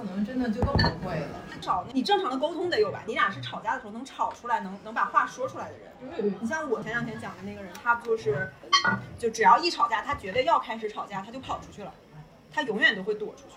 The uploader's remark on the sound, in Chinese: 已经努力降噪了，音质还是有点差。